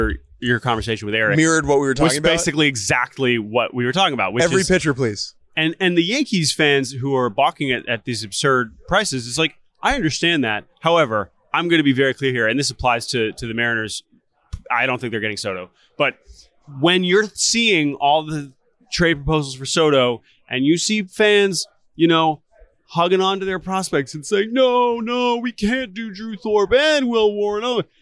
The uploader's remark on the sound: LIVE From the Winter Meetings